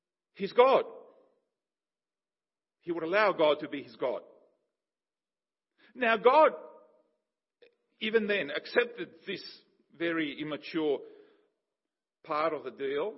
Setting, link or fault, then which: setting, large echoing room